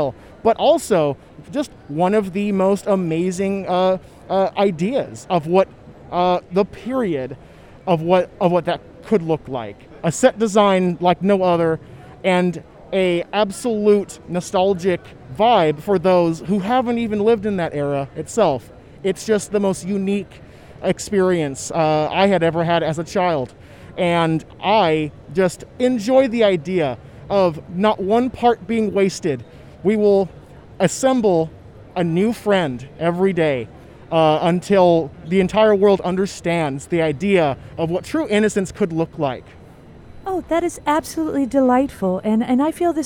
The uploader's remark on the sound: Special Minisode from San Diego Comic-Con! This week is really something special, a series of recordings from the floor at SDCC!